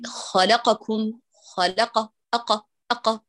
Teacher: سامعين الحركة الفتحة ممزوجة بشيء من السكون، أقى، هي قا، قا فتحة قا، لكن لما يقول خلقكم بالاختلاس فإنه يمزج الحركة بالسكون. · Term: اختلاس الحركة